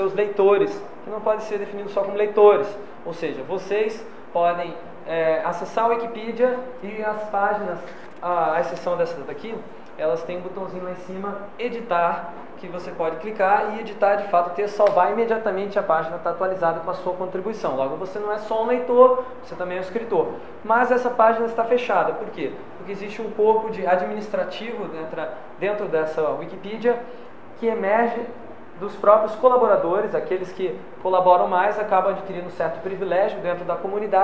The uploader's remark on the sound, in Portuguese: Este podcast foi gravado durante a apresenta��o do artigo sobre o assunto no Congresso de Design da Informa��o. Este podcast foi gravado durante a apresenta��o do artigo sobre o assunto no Congresso de Design da Informa��o que aconteceu aqui em Curitiba semana passada.